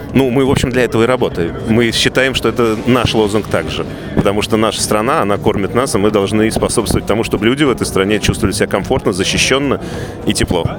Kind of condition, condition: setting, busy venue